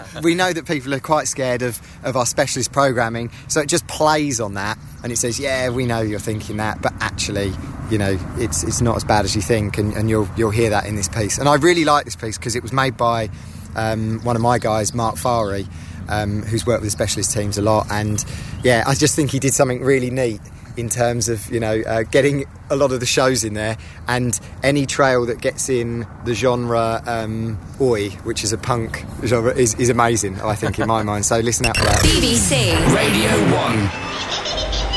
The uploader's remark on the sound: we recorded early on Friday morning in a stiff breeze in Regents Park, London